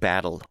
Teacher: When Americans speak, we often pronounce the T more like a D, like the word battle, for example. · Term: a flap